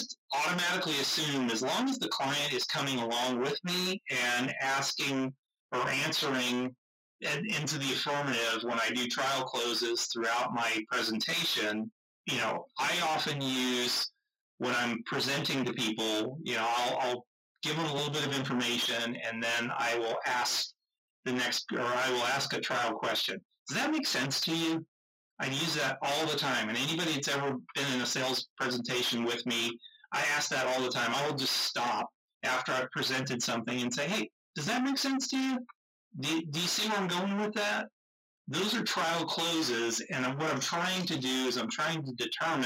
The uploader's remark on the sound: We apologize for the audio quality of this episode